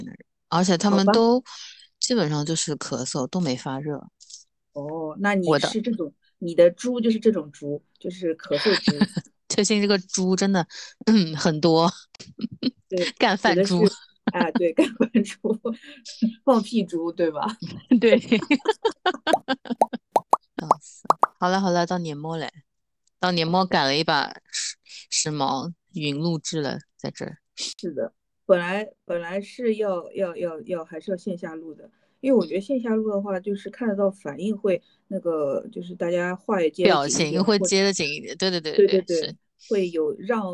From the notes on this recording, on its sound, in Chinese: 所以采用了线上录制的形式。没花钱的腾讯会议。